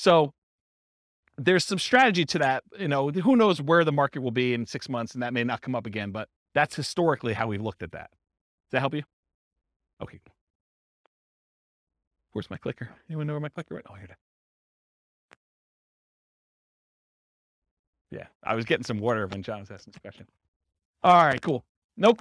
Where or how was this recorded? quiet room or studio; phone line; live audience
live audience